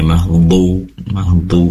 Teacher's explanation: pastikan dhu ini berasal dari ujung lidah yang ditempelkan ke ujung gigi seri atas dan tidak ada angin atau udara yang menggembung dari di balik pipi, pipi dalam ya, mahdu ya.